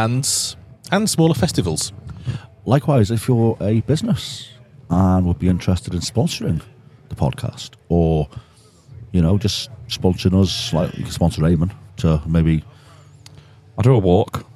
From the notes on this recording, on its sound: We sit down at Bloodstock